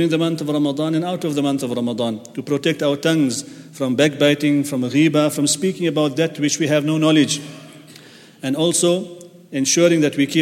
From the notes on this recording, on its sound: At the Houghton Masjid (West Street).